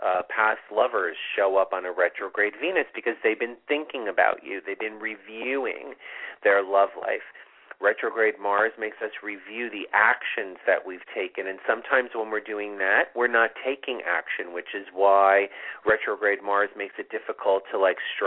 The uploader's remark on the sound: It's a call in show!!!